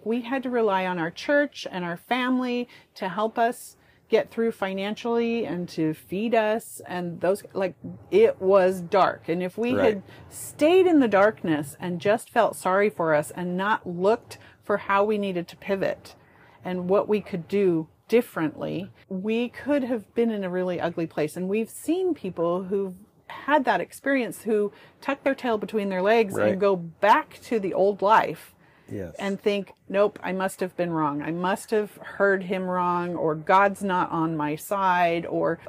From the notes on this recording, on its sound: We're recording on our sailboat so please forgive the wind and water noise in the background. Sailing around the world on their 1981 Morgan 462 sailboat.